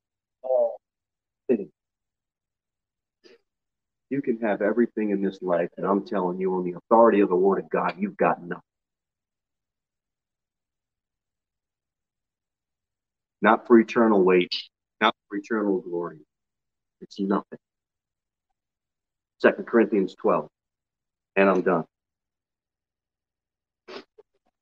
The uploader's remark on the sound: Sermon delivered at Pilgrim Baptist Church on Sunday, August 14, 2022 at 11:15 am. Jere Whitson Rd. Pilgrim Baptist Church is a bible-believing, independent Baptist church.